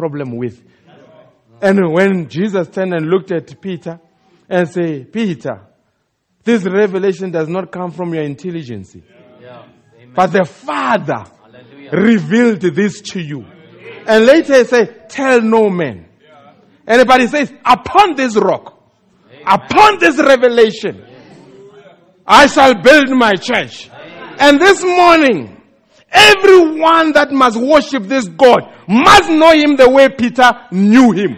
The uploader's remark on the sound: Preached At The Country Tabernacle